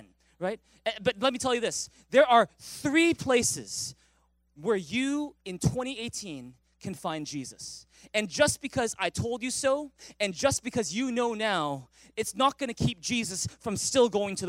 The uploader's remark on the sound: Recorded on December 31, 2017 at THRIVE Church Vancouver, Canada